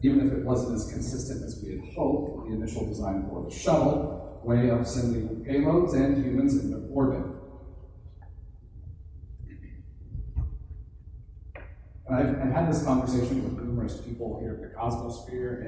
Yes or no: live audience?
yes